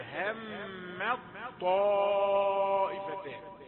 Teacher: لما نقول همت هذه تاء، إذا وقفنا عليها تاء مهموسة لكنها أدغمت في الطاء فتلاشى صوت التاء وأصبحنا ننطق طاء مشددة، هم الطائفتان، هم الطاء يعني طاء مشددة تلاشى صوت التاء، فلا تحاول أن تكسر التاء تقول هم الطاء، لا هي طاء مشددة منذ البداية، دخلت التاء في الطاء إدغام فهي يعني صوت التاء يتلاشى، هم الطائفتان.